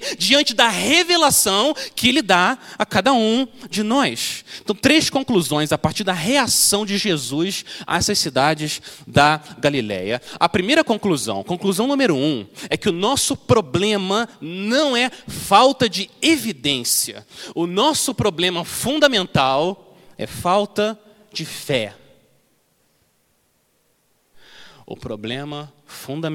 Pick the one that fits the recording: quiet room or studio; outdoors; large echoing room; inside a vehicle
large echoing room